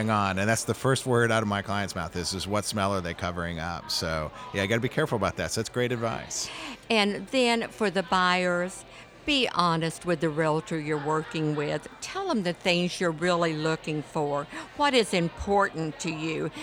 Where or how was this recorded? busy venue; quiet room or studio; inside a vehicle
busy venue